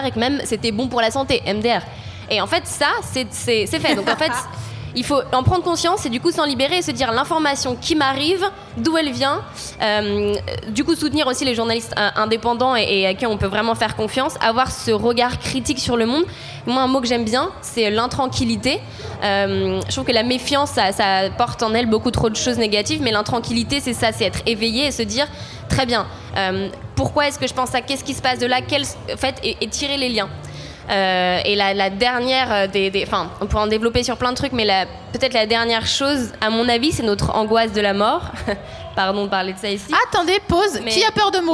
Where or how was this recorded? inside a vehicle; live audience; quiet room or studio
live audience